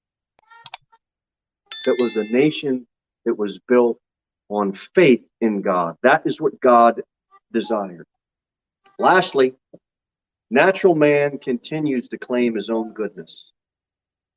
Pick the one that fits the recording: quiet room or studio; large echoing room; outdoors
large echoing room